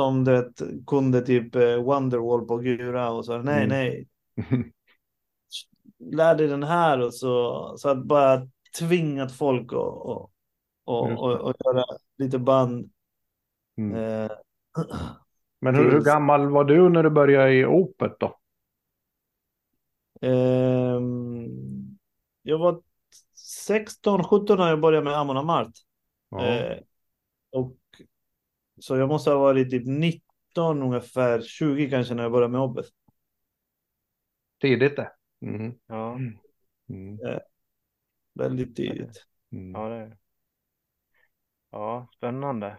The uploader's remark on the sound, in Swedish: samtalar på Zoom